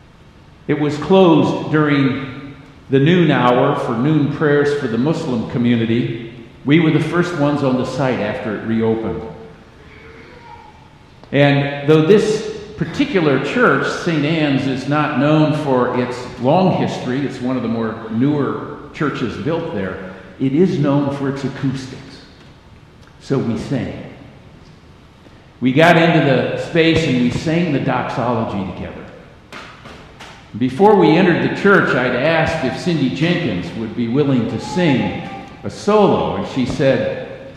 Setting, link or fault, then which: setting, large echoing room